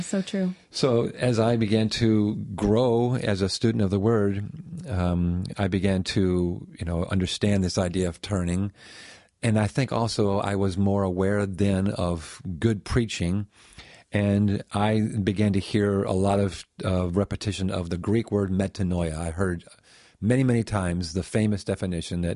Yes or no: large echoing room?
no